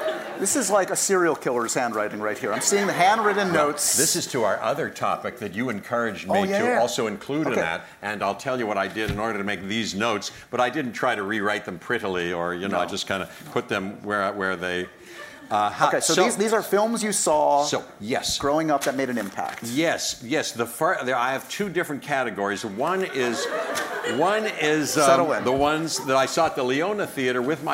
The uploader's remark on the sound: Taped in front of a LIVE NYC audience.